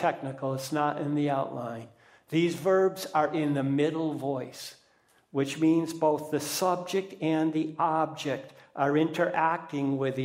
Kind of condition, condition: setting, large echoing room